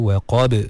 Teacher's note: Ada ba yang qalqalah kat situ.